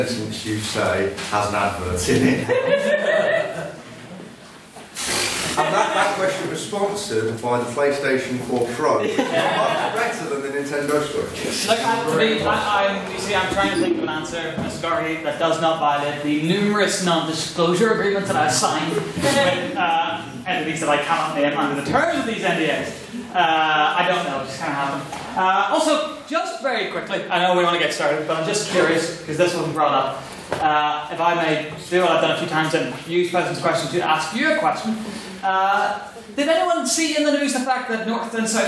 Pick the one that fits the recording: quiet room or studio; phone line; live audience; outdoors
live audience